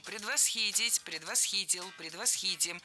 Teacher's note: Всегда ставим ударение на третий слог.